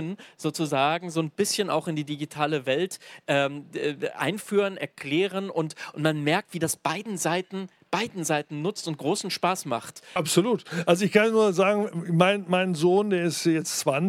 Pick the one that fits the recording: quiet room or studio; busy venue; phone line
busy venue